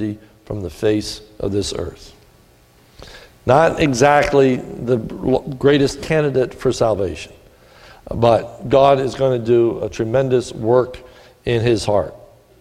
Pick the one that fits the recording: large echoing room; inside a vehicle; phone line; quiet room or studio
large echoing room